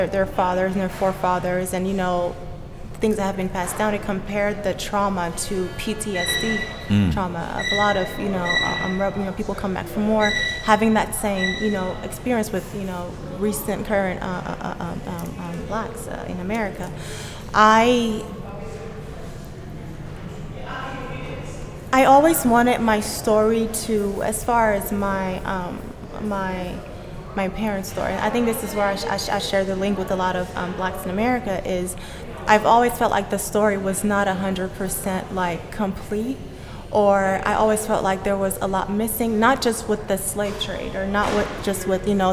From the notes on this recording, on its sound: Recorded live at Gallery 72